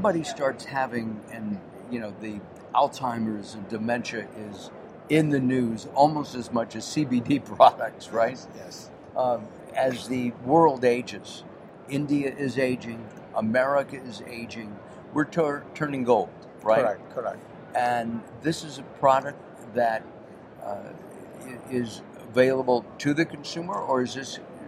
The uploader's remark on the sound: Live from SupplySide West